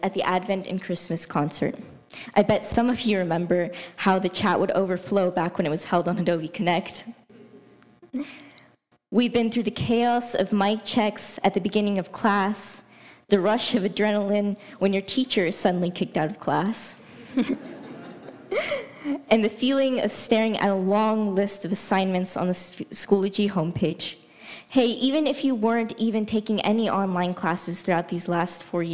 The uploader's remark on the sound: Kolbe celebrated its class of 2023 in person in Atlanta, Georgia. Today we bring you their speeches, recorded live during the event.